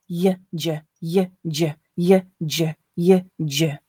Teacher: The y, the front of my mouth, is a lot more of relaxed. And I really feel that midpoint of my tongue rising up and then dropping down quickly, tensing quickly to make that y